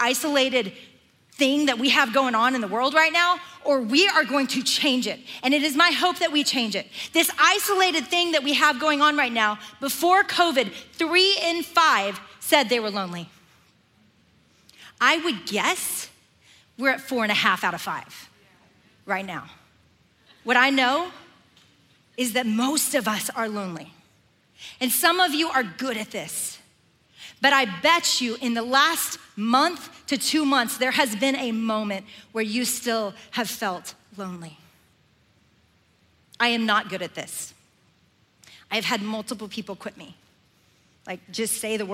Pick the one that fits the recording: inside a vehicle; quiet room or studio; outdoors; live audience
live audience